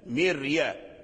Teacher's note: الميم مكسورة مرققة كذلك الراء تتبعها في الترقيق، فلا يتحول اللسان مثلا من ترقيق الميم المكسورة إلى تفخيم